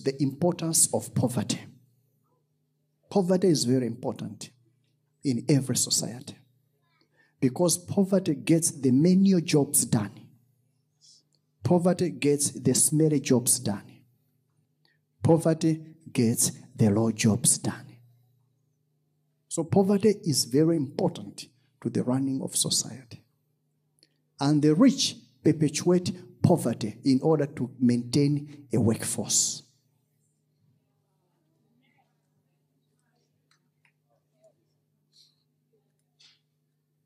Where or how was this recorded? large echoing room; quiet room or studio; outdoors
large echoing room